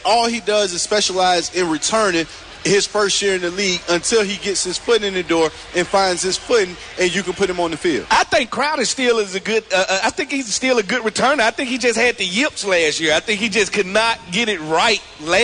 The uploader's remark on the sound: 2018 Redskins Draft Party. Live from FedEx Field!